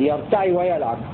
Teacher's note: قرأ نافع وابن كثير بكسر العين يرتع ويلعب